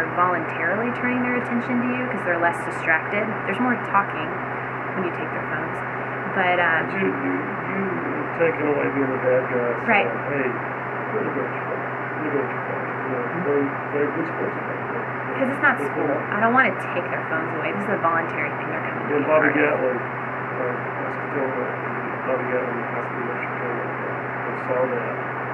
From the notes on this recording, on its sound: Jonesboro Breakout Session 1. This episode has technical audio issues.